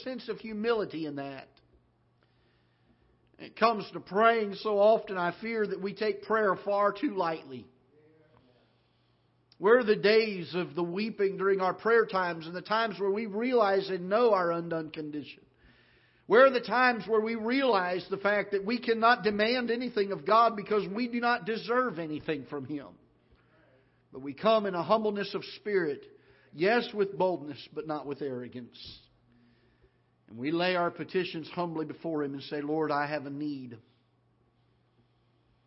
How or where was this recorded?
large echoing room